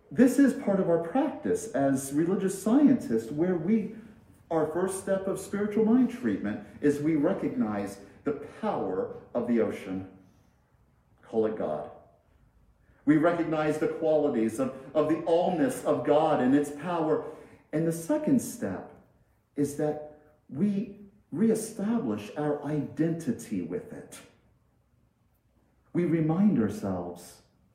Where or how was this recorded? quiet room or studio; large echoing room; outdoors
large echoing room